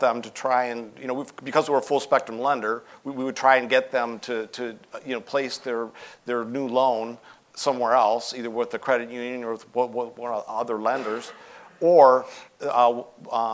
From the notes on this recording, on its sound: live interview at LHPH Summit 2022